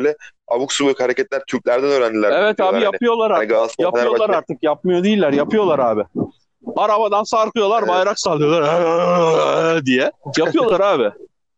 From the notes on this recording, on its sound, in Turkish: Bu podcast telefon üzerinden kaydedilmiştir. Sesler biraz tırt olabilir.